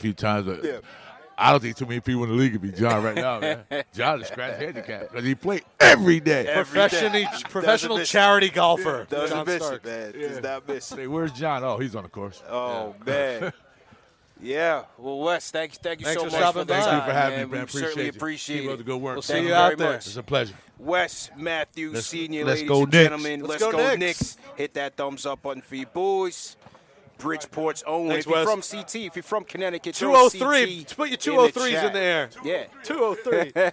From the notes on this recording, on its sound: KFTV LIVE from the Dick Barnett Celebrity Golf Classic.